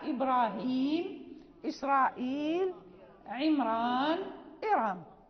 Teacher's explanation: هذه كلها الراء مغلظة أو مفخمة، لأن التغليظ نقوله في اللام والتفخيم في الراء